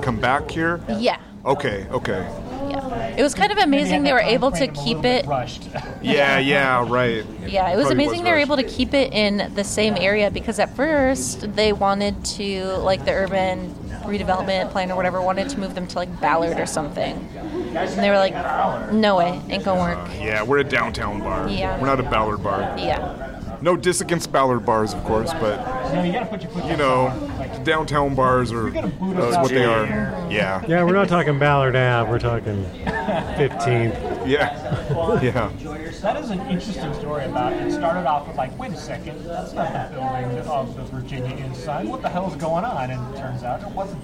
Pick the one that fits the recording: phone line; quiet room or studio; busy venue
busy venue